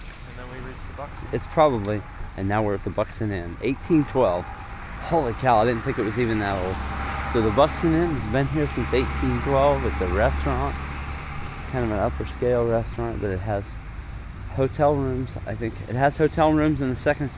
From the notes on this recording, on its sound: Granville, Ohio- live walk through. This week's show is the main audio feature so headphones are recommended!